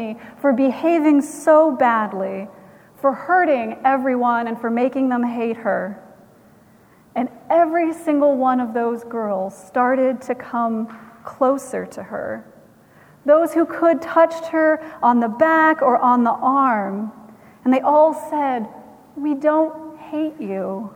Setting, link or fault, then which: setting, large echoing room